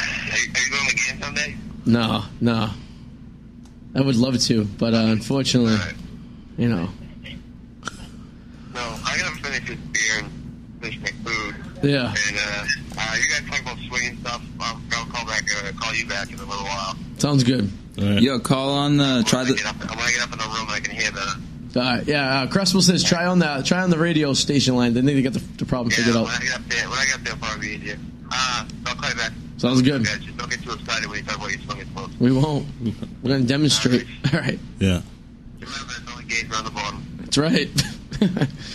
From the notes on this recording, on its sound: on the show via phone